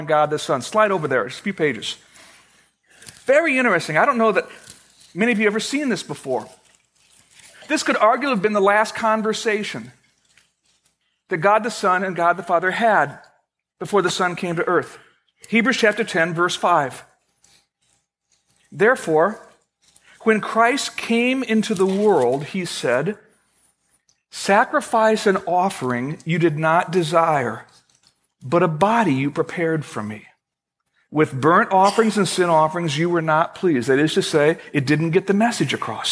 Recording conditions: large echoing room